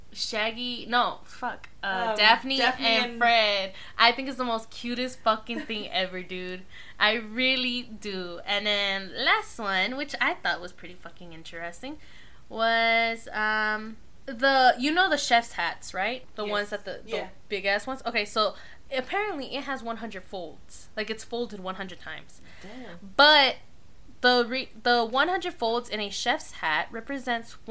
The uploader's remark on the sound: our microphone was a little wonky and some words maybe loud